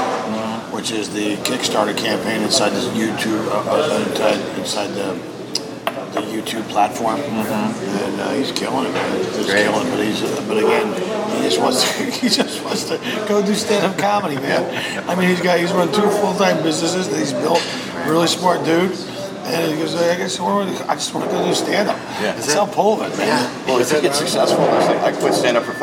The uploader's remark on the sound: At Pagliacci's. Grabs a short rib panini with comedians.